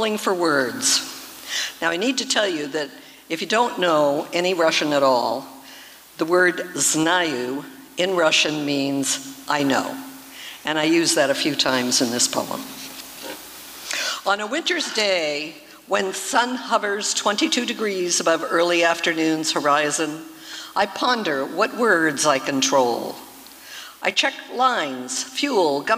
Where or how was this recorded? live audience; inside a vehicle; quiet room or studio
live audience